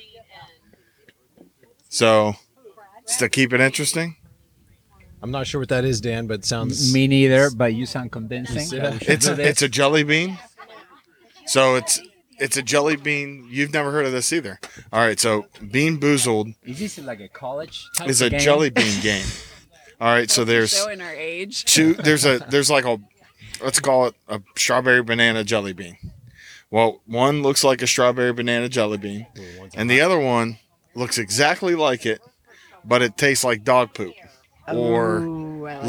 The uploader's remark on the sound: We are live at Eljer park. With live on air commentary.